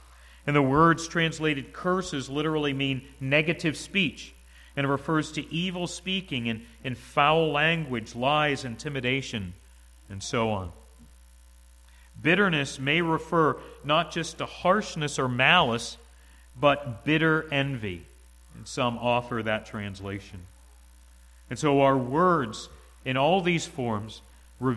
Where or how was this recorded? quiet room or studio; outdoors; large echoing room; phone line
large echoing room